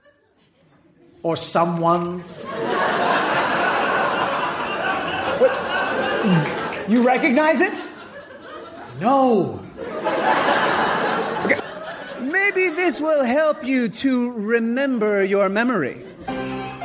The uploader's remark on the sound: Recorded Live 12/3/2011 at Largo, Los Angeles.